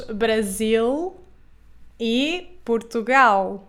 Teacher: Em Portugal, nós pronunciamos o L final como um L, mais ou menos. Então, nós dizemos Brasil e Portugal.